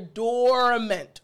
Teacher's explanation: I want to emphasize or place emphasis on the first part of this word, the or portion.